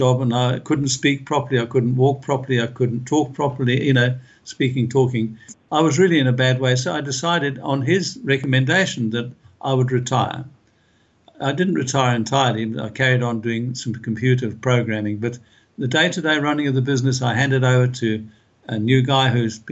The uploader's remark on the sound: This interview was done via Skype